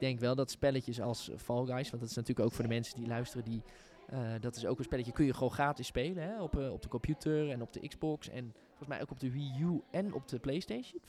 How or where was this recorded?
busy venue